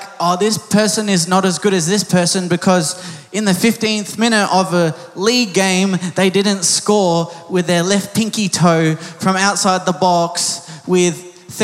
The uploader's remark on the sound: Recorded live at Planetshakers Church (Melbourne)